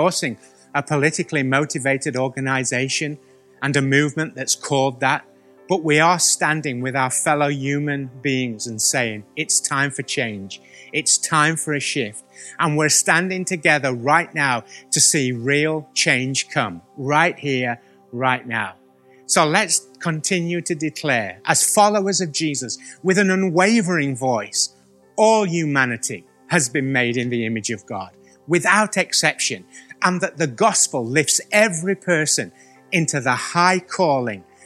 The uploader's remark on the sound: Recorded at the Chesterfield Campus this is the message from the service broadcast on the 5th July 2020.